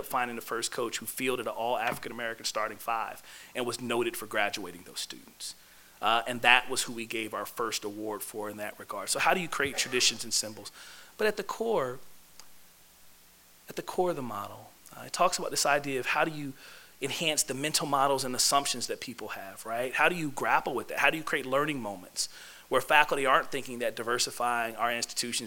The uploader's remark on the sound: This lecture was given on Tuesday, March 1, 2016, in the Cape Cod Lounge of the Student Union at UMass Amherst.